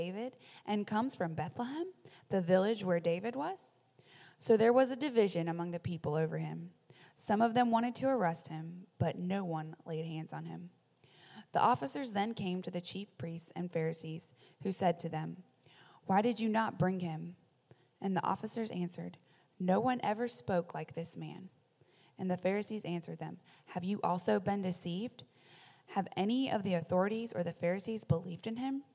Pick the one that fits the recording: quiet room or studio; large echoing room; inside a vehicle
large echoing room